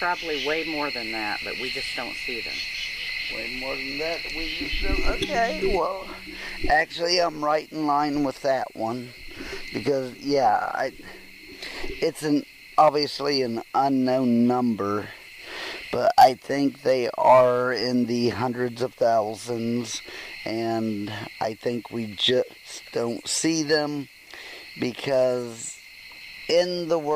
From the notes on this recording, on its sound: Bigfoot Campfire Roundtable.